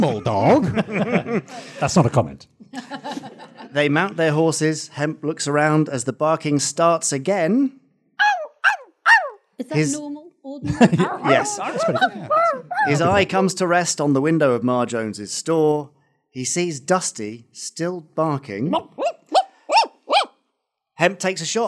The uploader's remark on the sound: Live in Leicester. Onstage for a live performance.